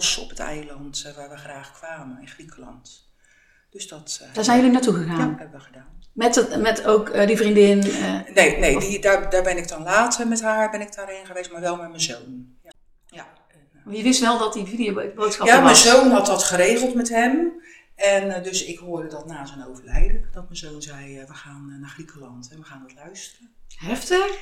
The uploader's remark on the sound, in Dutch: Het geluid van deze opname is helaas niet optimaal